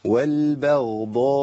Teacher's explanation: نرقق الباء ونرقق الهمزة